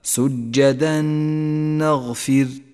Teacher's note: نسقط التنوين من اللفظ ونشدد حرف النون الذي بعده مع بقاء غنة للنون زمنها حركتان · Term: الإدغام بغنة